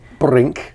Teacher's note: For some reason, I like to roll my R's sometimes in words like brink or bring